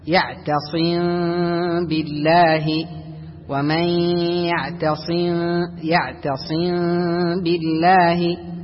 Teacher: إذا جاء الباء بعد الميم الساكنة فإن الميم الساكنة تخفى ويسمى إخفاء شفوي. وهناك قول ضعيف أنه يظهر، أن الميم الساكنة تظهر، لكن هذا القول ليس قويا، الأول هو الأشهر.